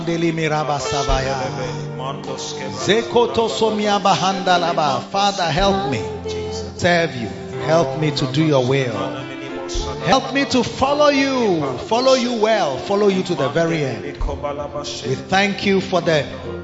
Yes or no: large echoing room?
yes